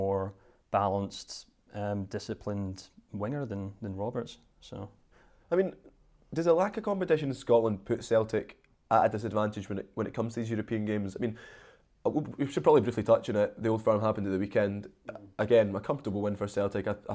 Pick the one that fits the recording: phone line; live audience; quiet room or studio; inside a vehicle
quiet room or studio